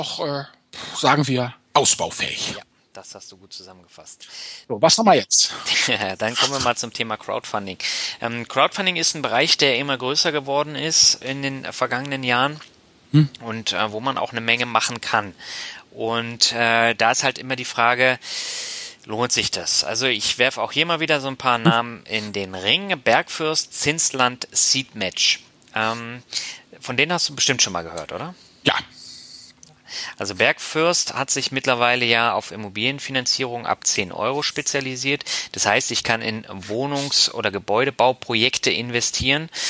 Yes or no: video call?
no